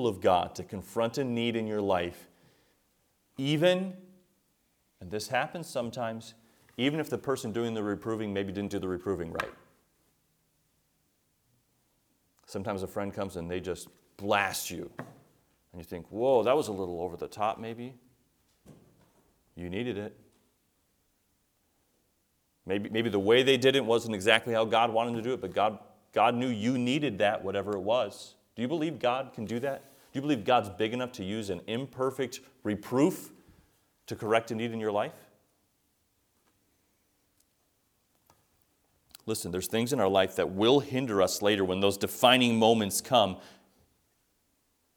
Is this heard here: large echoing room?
yes